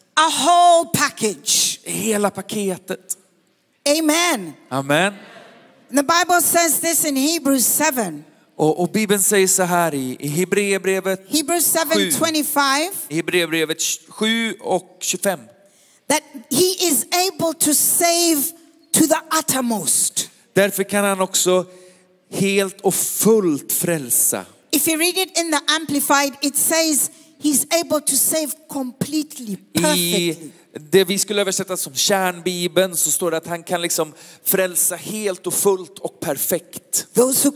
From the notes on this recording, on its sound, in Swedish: Söndagsgudstjänst ｜ IBC Conference ｜ Citykyrkan Stockholm